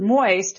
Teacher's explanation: the nasal sound at the beginning of the word moist is probably what drives a lot of the disgust